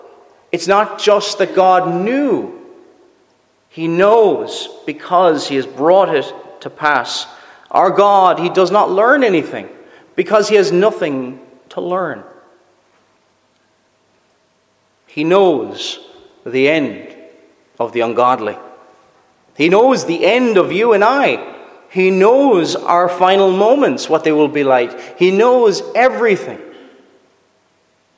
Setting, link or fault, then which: setting, large echoing room